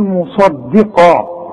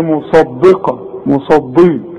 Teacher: الصاد مفخمة والقاف مفخمة، الدال مرققة · Shown in: first take